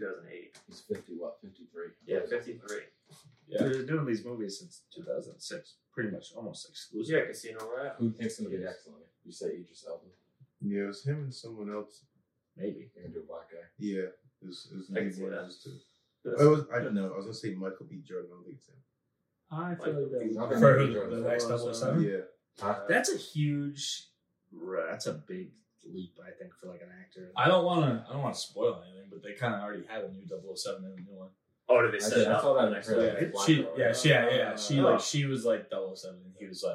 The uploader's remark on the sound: Unfortunately we lost the audio file so this episode might sound a bit worse then our usual quality, we apologize!